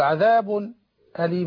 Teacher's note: السكت على إيه؟ على الساكن قبل الهمز